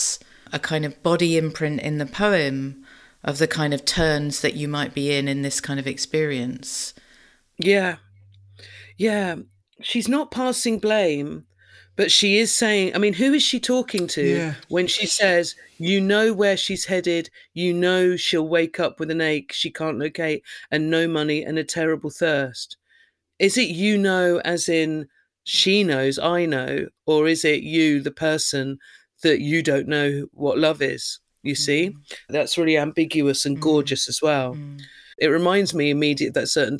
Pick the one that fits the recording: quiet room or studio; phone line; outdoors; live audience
quiet room or studio